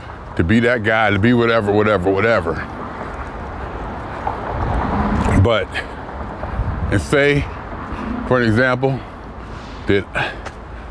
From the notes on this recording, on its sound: Me Walking Talking